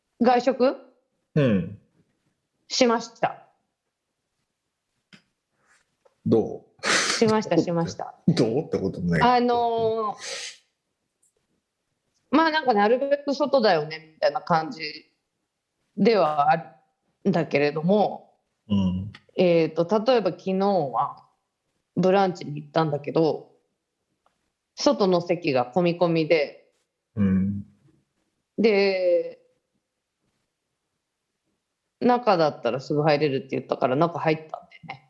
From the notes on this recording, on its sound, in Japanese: 本収録はビデオ会議サービス「Zoom」を使用し。一部聞き取りづらい箇所があります。